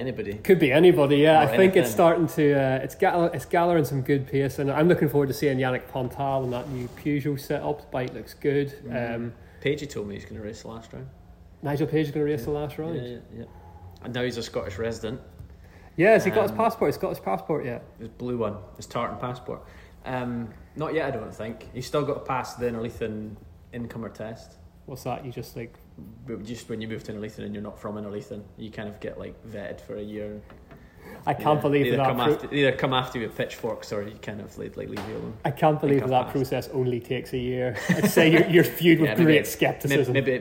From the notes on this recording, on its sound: Someone has let us record the podcast in a brewery! Report in from Tempest Brewing Co.